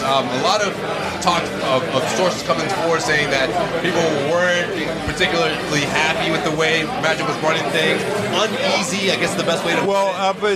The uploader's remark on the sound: BOSTON. Podcasting, on location, from The Stanley Cup Final.